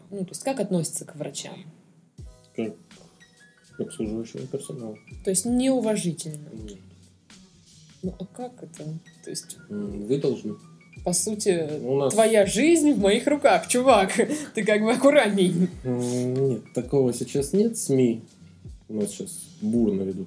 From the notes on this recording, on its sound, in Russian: К сожалению возникли технические неполадки, и запись получилась такая, какая получилась.